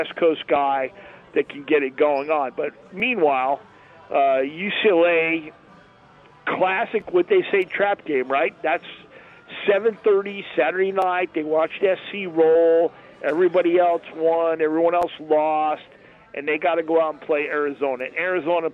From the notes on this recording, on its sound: "Live" from Steiner's Pub in Las Vegas